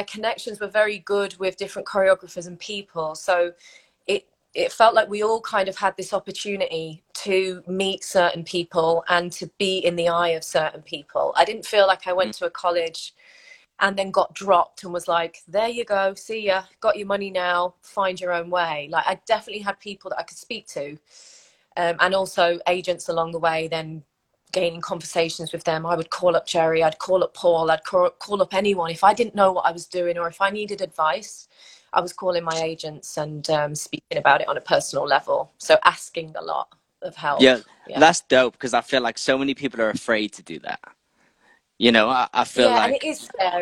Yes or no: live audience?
no